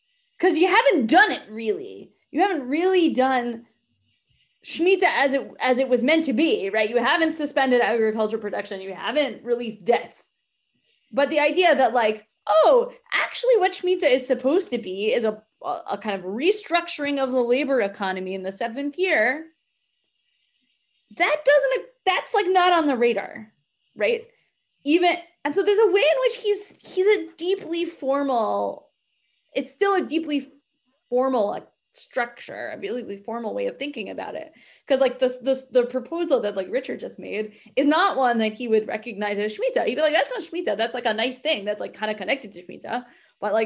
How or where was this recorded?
video call